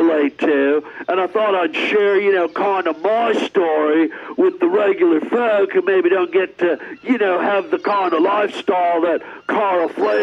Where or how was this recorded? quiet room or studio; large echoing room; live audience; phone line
phone line